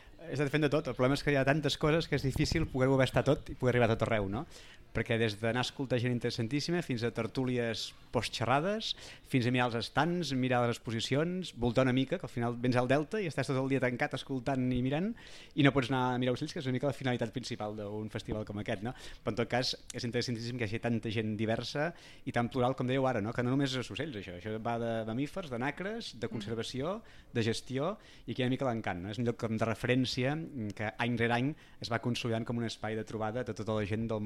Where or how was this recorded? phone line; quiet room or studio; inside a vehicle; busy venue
busy venue